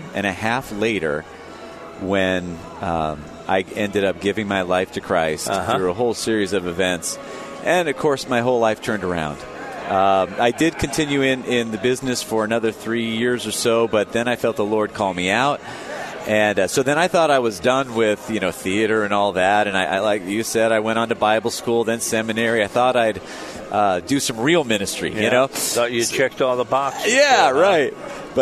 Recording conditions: busy venue